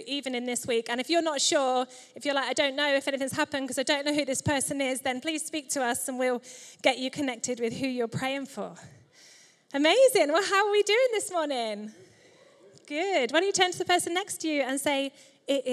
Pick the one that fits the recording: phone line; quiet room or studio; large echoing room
large echoing room